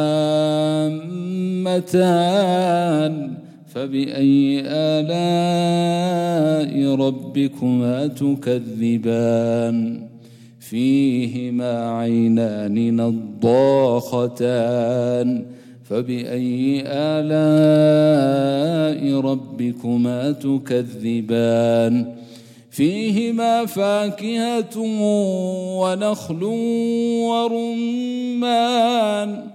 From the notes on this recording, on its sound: at the Houghton Masjid (West Street)